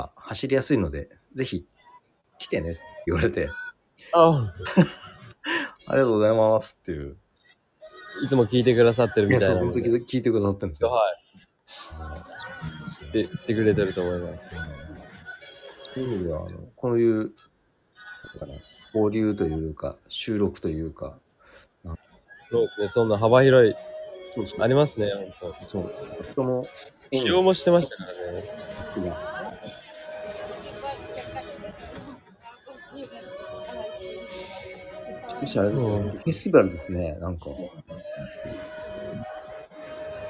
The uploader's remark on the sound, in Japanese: HAPPY NEW YEARは街の雑踏から。収録の雰囲気がどこか賑やかな新年の街並みっぽかったと背景の音ご途切れない方が良いため、編集なしで配信しています。